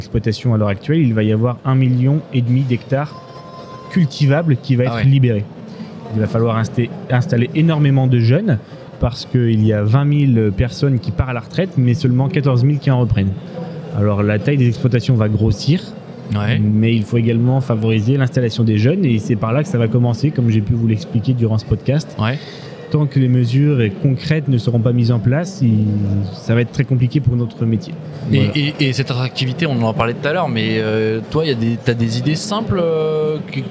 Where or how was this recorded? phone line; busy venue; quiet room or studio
busy venue